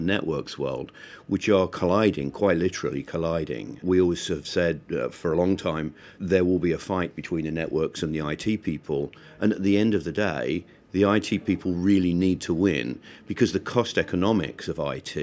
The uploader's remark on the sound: live from Mobile World Congress, 2017